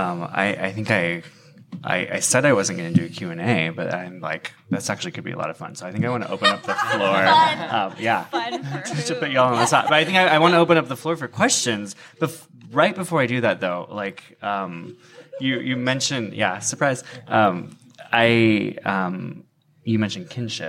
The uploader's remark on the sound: Recorded live from the Brian M. Eckstien Podcast Stage at Q Christian Fellowship's national conference in Chicago, Illinois. This episode was recorded live on January 12, 2019 at the Hyatt Regency in Chicago, Illinois.